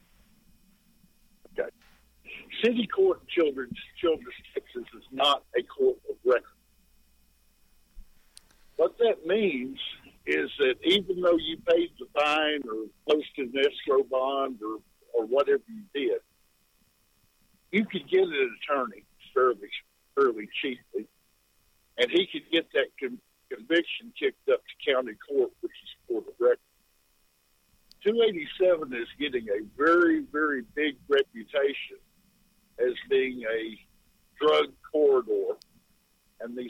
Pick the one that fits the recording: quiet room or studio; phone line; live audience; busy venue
phone line